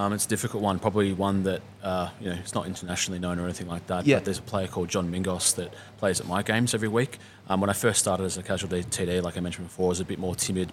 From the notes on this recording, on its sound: live at the APLPT Melbourne at Club Italia